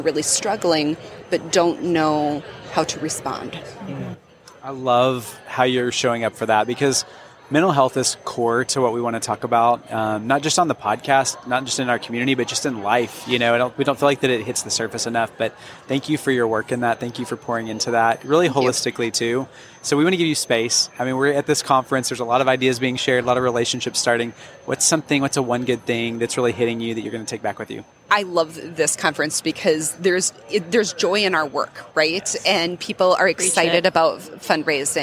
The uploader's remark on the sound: LIVE from New Orleans. While at AFP ICON. (live and in-person!).